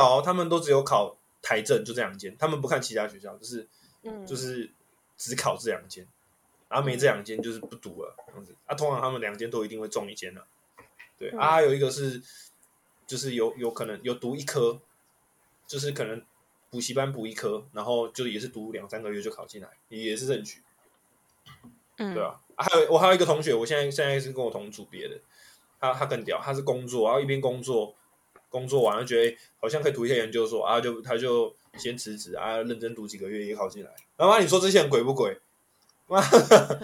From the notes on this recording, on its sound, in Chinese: 一樣採用遠端錄音和極度拙劣的剪輯能力，還請大家多包容音質和音量上的問題